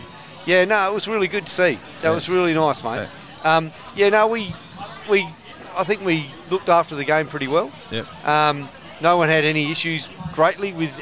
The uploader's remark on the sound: At the Greyhounds Racing SA for the SACUSA (South Australian Cricket, Umpires & Scorers Association) night at the Dogs. Live outside broadcast.